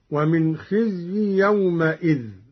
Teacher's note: قرأ قالون بفتح الميم من يومئذ هكذا: ومن خزي يومئذ، على أنها حركة بناء لإضافته إلى غير متمكن.